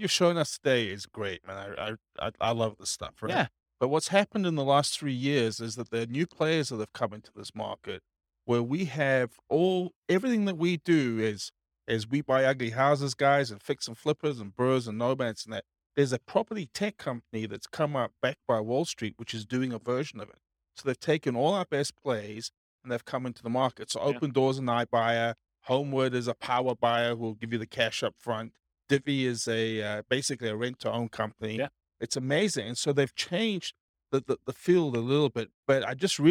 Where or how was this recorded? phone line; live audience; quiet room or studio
live audience